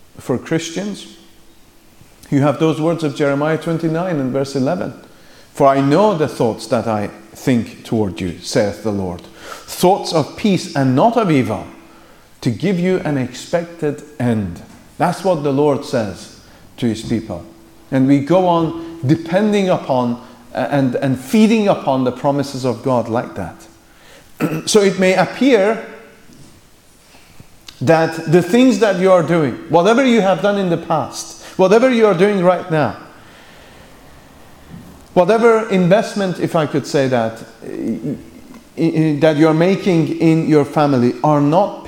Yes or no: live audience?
yes